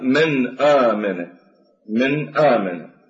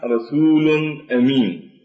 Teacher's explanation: نظهر النون ونظهر التنوين، لماذا؟ لأنه جاء بعدهما الهمزة · Term: الإظهار